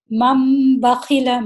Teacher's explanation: تو نون ساکن کے بعد اگر با آ رہا ہے تو نون ساکن نہیں پڑھیں گے، بلکہ اس نون ساکن کو ہم میم میں بدل دیں گے اور اس کو پڑھیں گے مم بخیل اس کو من بخیل نہیں پڑھیں گے، نون نہیں پڑھیں گے بلکہ میم پڑھیں گے